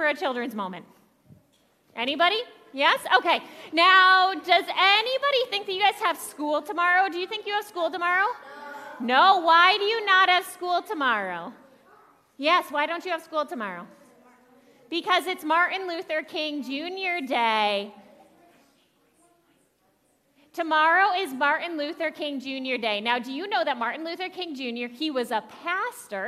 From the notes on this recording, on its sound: Audio from worship on January 15, 2023. Zion United Church of Christ.